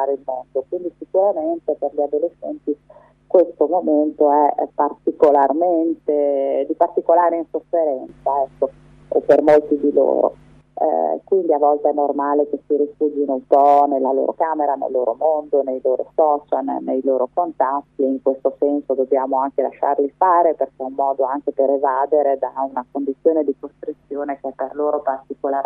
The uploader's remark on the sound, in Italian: TELEFONO O SKYPE.